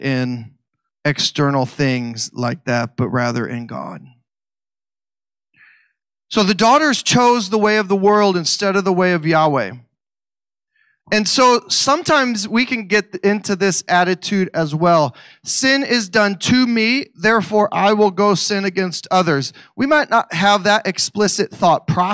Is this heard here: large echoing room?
yes